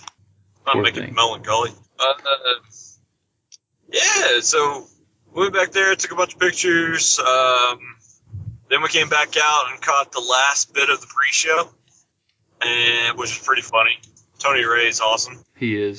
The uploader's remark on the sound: We ran into some technical snags trying to get good audio on this check-in since they were on the run